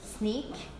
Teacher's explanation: for example, the nasal sound is devoiced